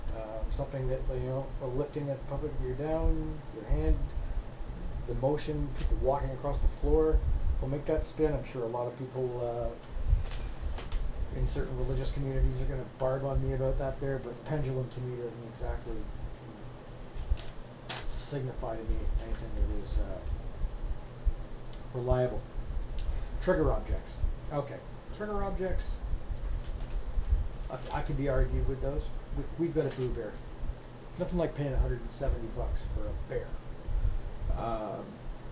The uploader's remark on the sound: Audio is a little poor for some reason may need to turn it up